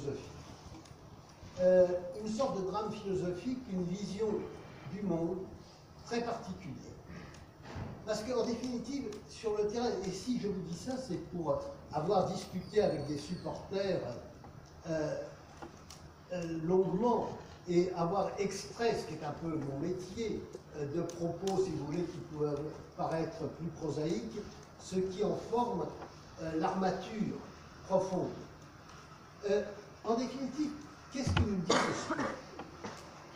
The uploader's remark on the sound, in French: Version audio de la conférence. À Aix-Marseille Université, Campus Schuman en octobre 2018.